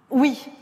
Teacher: un oui un peu plus marqué, un peu définitif, presque solennel, avec une petite fricative finale d'ailleurs, un wish.